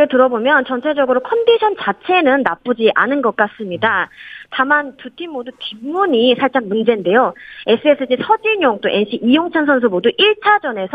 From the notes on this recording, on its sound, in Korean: 전화연결